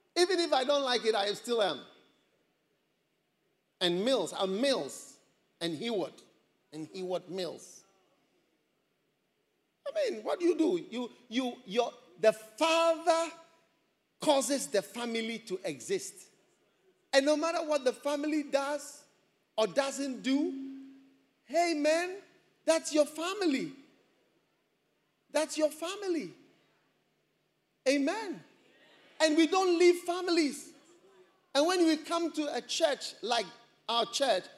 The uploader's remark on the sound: Preached at the First Love Experience Service.